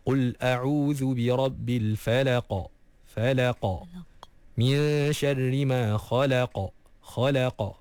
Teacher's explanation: jadi bila kita baca huruf qaf, kita kena lantunkan dia. · Term: qalqalah